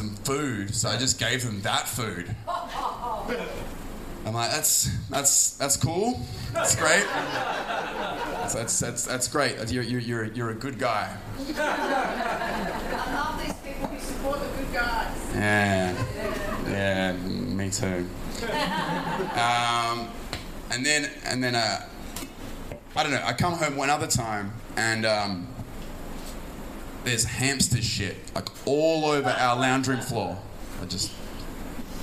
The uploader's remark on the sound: One Night In Saigon. Full Show Live.